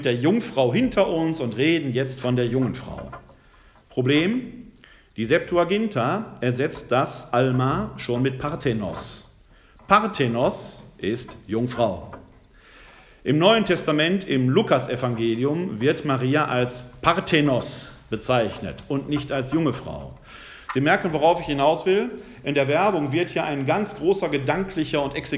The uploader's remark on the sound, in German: Mitschnitt des Vortrags